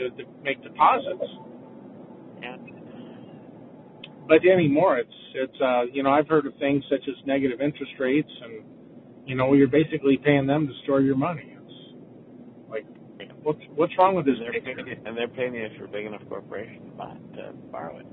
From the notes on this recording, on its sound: conference call